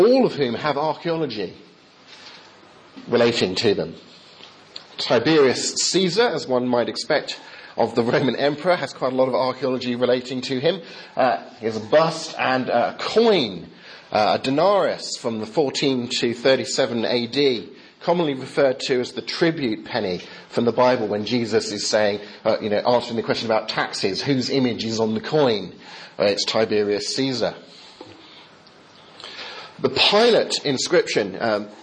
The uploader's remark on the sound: Talk delivered during the Chaplaincy service at Heriot-Watt University in Scotland